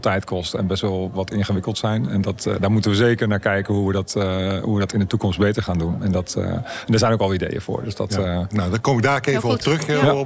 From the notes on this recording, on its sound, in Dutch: Sponsorringen Special vanuit de AFAS LIVE.